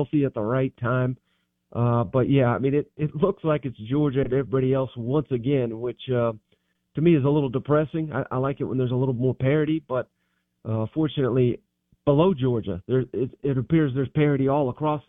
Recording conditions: phone line